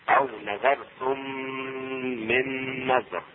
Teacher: الميم الساكنة تدغم في الميم المتحركة ويكونان متماثلين · Term: إدغام متماثلين